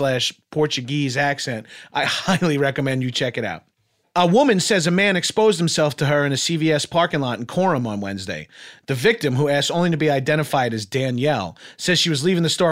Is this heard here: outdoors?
no